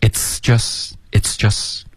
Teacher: it's 的这个 t's 跟 just 之间又出了一个 a 的音了